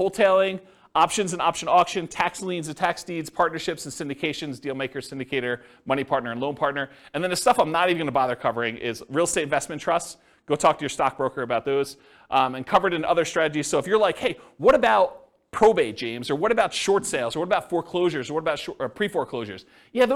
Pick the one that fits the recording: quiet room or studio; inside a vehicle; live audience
live audience